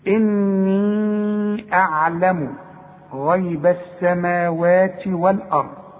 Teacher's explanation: عند المد فوق الياء عشان بعده همزة لازم امد اربع حركات عند الوصل